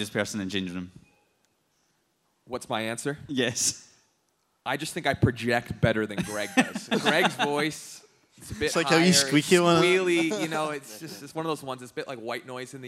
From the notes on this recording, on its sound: LIVE podcast. In front of a live audience of Hoops fans. Taking place within the JD store on Argyll Street in Glasgow.